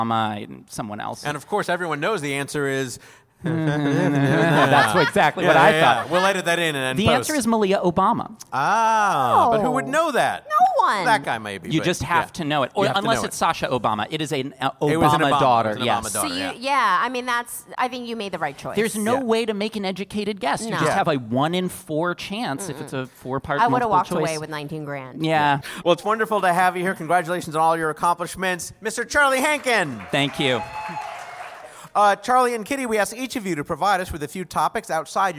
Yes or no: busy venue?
yes